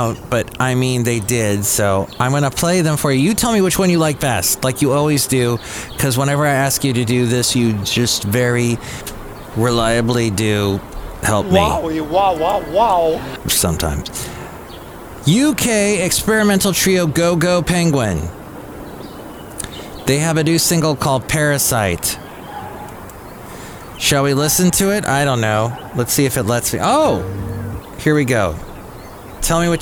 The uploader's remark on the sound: podcasts live from Cafe Anyway